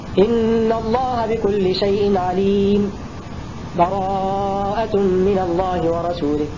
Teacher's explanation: الوجه الثاني السكت بدون تنفس وبدون بسملة: إن الله بكل شيء عليم براءة من الله ورسوله.